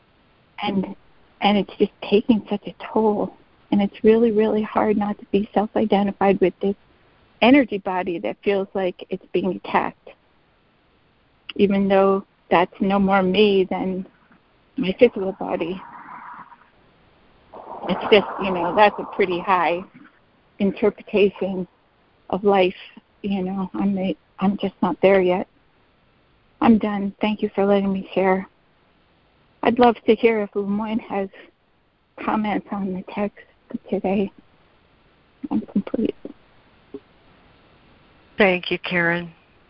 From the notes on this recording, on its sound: ACIM Daily Conference Call.